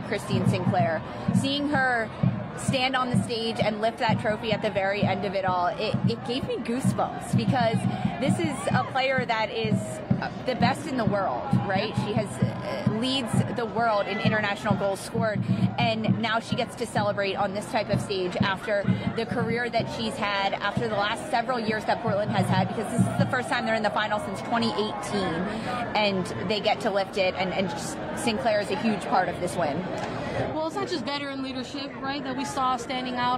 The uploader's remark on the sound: Record live from the NWSL Championship trophy ceremony on the field as the Portland Thorns receive their 2022 trophy.